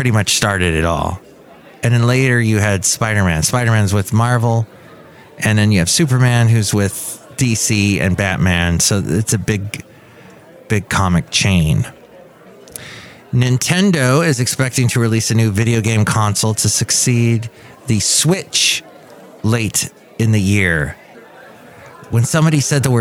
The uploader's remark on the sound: podcasts live from Café Anyway